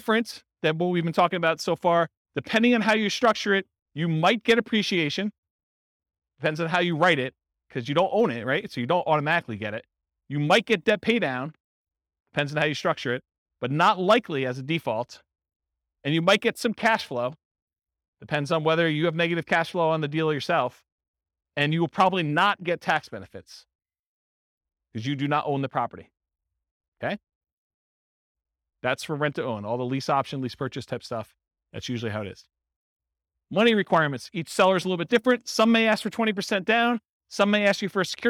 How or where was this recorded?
live audience